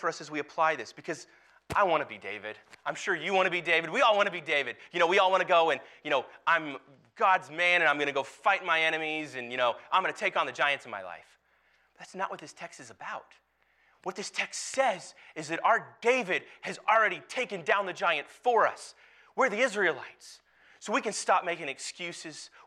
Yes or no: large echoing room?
yes